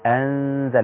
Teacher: أنزل اللسان بيبقى في وسط الفم عايم، يعني ما بيبقاش واصل لغاية مخرج النون اللي هو من أصول الثنايا العليا من الداخل. · Term: اخفاء النون